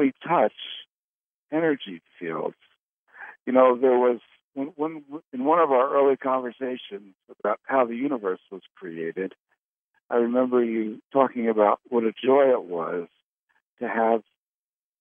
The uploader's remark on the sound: Conference Call LIVE, November 8, 2021